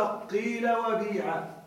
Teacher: قلبت الألف ياء وكسرت الفاء كسرا خالصا. هذا الوجه الأول، قيل بيع، قلبت الألف ياء قال وباع وكسرت الفاء القاف والباء كسرا خالصا تاما، قيل وبيع.